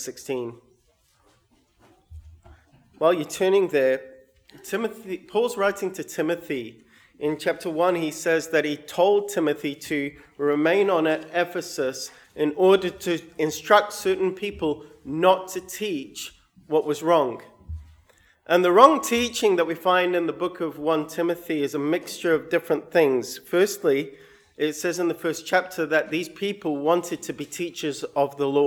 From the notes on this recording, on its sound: sermon recorded 7/8/22